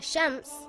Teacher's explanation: Shin is a light letter and should not be pronounced heavy.